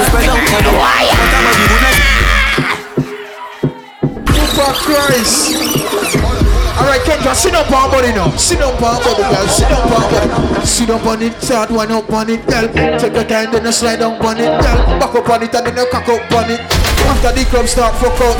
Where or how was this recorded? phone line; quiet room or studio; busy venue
busy venue